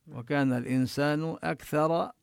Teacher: وهنا الكاف من حروف الهمس يعني يخرج معها النفس بوضوح